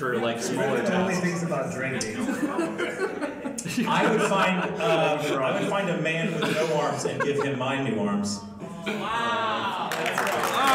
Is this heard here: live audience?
yes